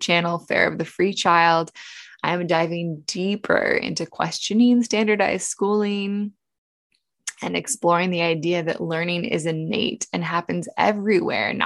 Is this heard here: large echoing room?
no